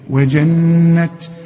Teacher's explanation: والتاء دي من حروف الهمز، يطلع شوية هوا كده · Term: التاء المبسوطة